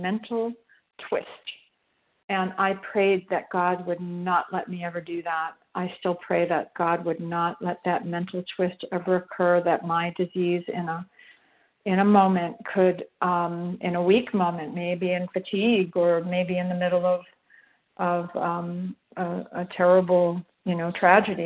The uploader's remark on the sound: 100 Pounders Phone Meeting